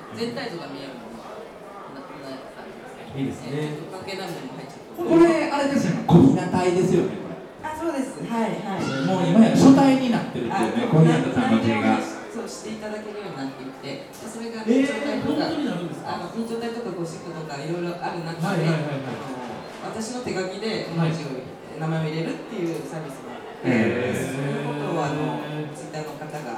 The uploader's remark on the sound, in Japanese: 今回も特別編として、2018年春に開催された、文具と紙と暮らし市での、ホジラジ公開収録をお届けします。